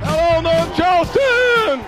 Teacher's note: His voice just sort of cracks and it's real high